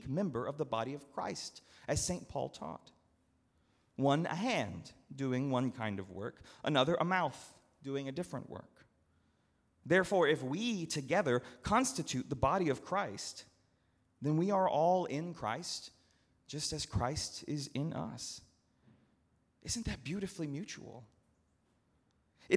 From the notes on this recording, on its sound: at Northminster Church on June 16, 2019